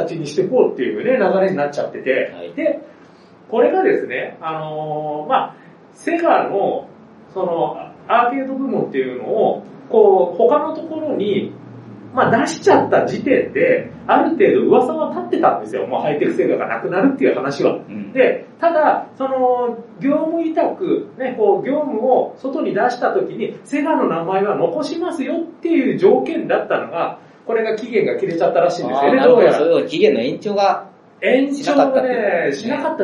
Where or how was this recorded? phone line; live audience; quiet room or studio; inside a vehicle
live audience